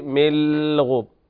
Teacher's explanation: انتبه اللام ما فيها غنة · Term: بدون غنة